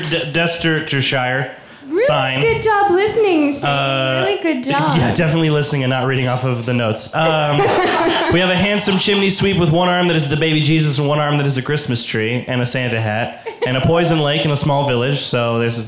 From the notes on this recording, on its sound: Recorded live at Kelly's Olympian!